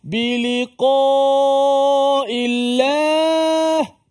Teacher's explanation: Suara tebal tu daripada pangkal lidah kita ini dia terangkat. Jadi suara kita menghala ke langit atas tu.